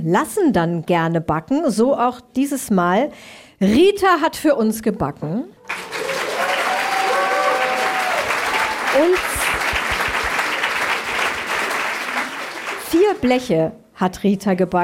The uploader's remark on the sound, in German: die beim SWR-Podcastfestival in Mannheim aufgenommen wurde